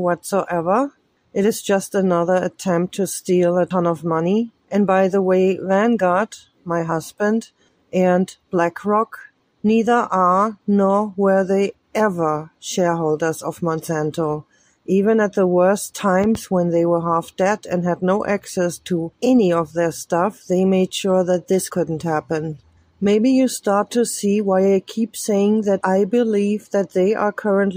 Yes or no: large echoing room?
no